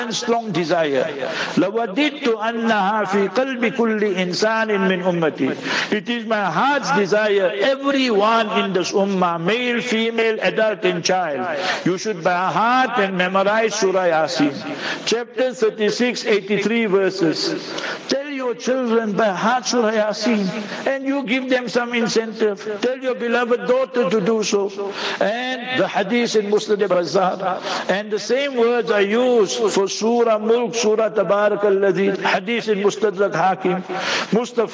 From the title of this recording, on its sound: Jumah Lecture at Rainbow Masjid